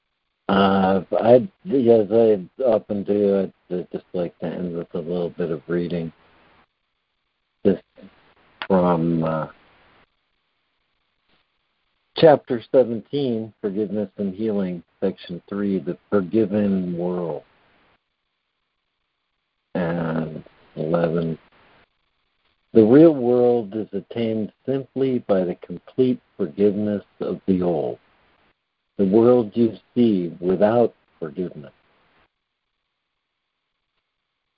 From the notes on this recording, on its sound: ACIM Daily Conference Call